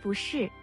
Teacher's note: 后面跟第四声时不读第二声 · Term: 一和不的变调